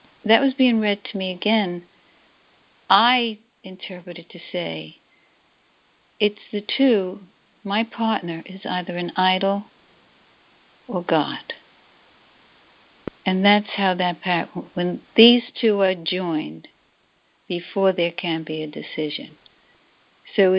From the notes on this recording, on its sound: ACIM Daily TEXT Conference Call